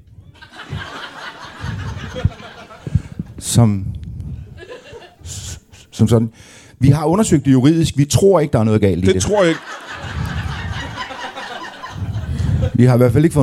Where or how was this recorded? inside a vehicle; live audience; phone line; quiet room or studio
live audience